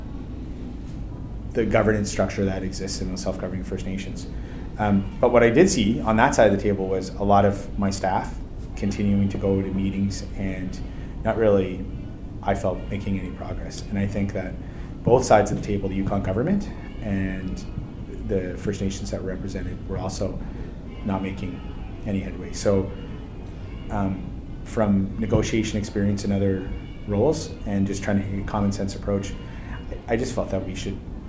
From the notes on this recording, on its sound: We head to the floor of AME BC's Roundup 2017 conference in Vancouver, B.C., for exclusive Northern Miner coverage.